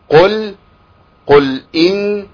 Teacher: فاللام هنا ساكنه وليها زمن توسط يمشي فيها الصوت شويه